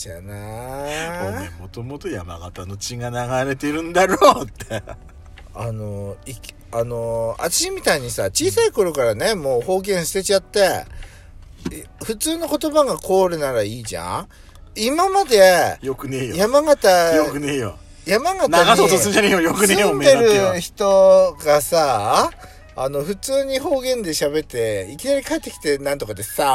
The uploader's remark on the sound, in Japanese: パーキング収録